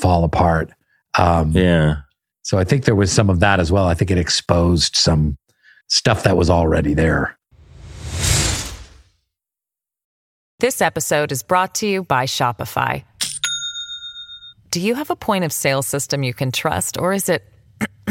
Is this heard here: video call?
no